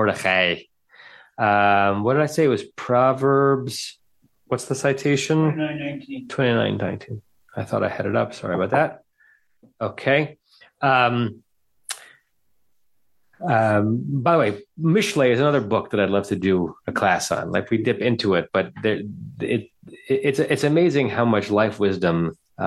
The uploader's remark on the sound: Facebook/Zoom